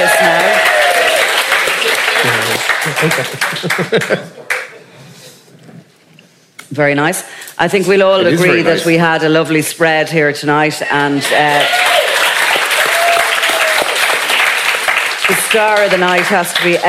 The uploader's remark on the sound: Crime World Live. Before a live audience.